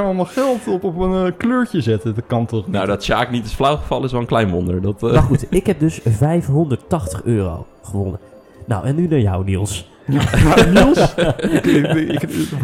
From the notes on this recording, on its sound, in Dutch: LIVE vanuit het Casino, althans op het moment suprême was het live.